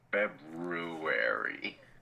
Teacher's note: I enjoy how nobody pronounces the second R in February.